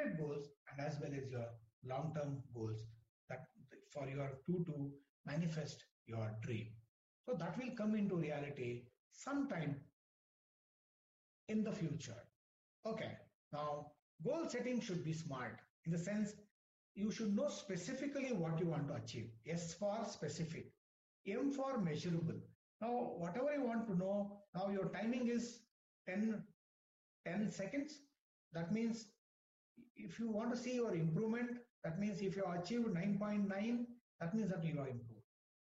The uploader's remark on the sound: WEBINAR AUDIO RECORDING